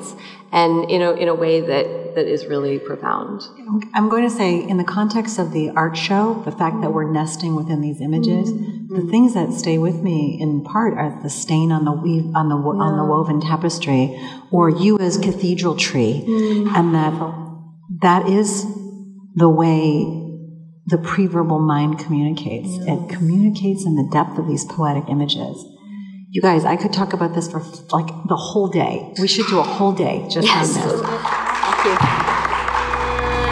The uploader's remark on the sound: Live talks from the Sensing Woman : A multisensory event that took place at C24 Gallery in Chelsea, New York City. We will be sharing the different live talks from the Sensing Woman : A multisensory event that took place at C24 Gallery in Chelsea, New York City, five days of Art by 50 contemporary visual artists , along with conversation, storytelling and music.